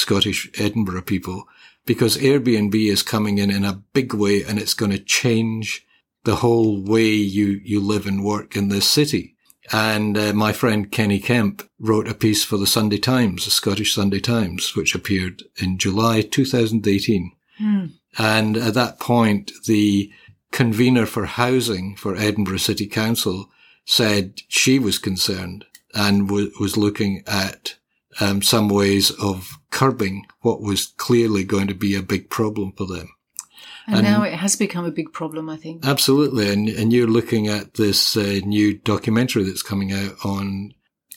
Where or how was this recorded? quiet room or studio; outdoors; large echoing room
quiet room or studio